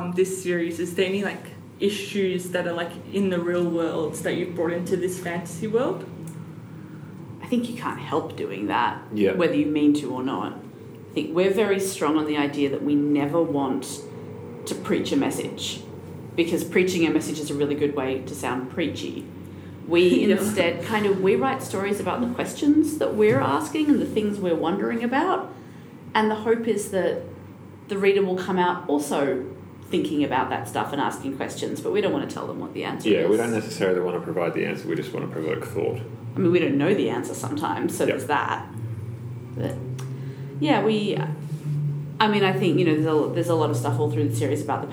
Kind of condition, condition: setting, busy venue